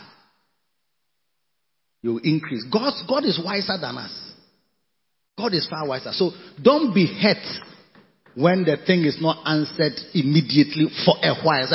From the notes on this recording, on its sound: Preached at the Victory Secrets Service - Makarios Cathedral, HQ. Preached at the Victory Secrets Service - Makarios Cathedral, HQ.